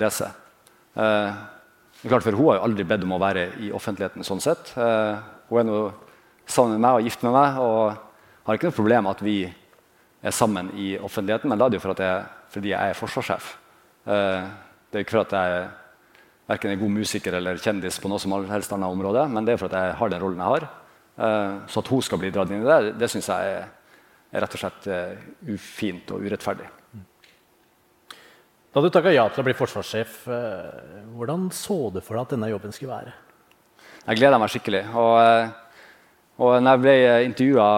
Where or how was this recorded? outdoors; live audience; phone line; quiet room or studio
live audience